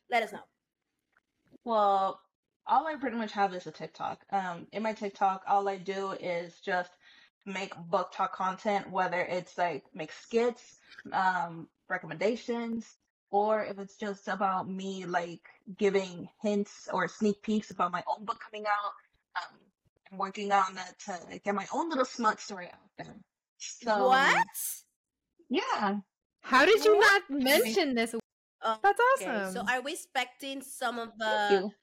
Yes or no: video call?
yes